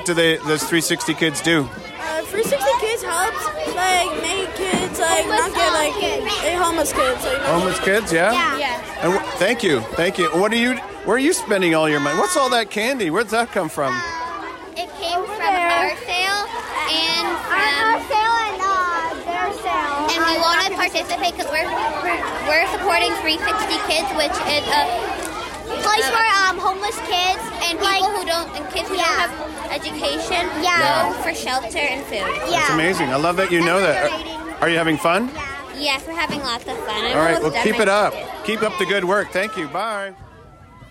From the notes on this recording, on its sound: We took our microphones to the halls of the Lower, Middle, and Senior Schools during Connections Week to listen to the sounds and voices of our students raising money for our Connections Partners.